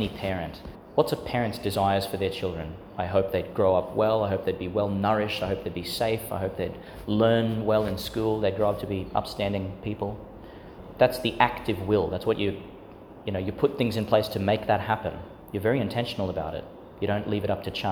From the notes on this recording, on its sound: Homily for Laetar Sunday, the Fourth Sunday (of Year A) in Lent, 2022, delivered in St Agnes Church, Agnes Waters, Qld.